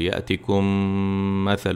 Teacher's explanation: এই মিমের পর আরেকটা মিম আসছে ওই জন্য গুণনা হতে হবে দুই সেকেন্ডের মতো